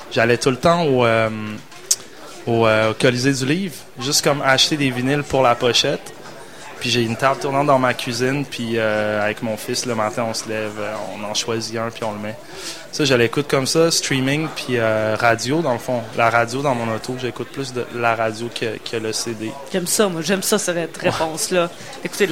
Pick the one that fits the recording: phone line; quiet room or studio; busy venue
busy venue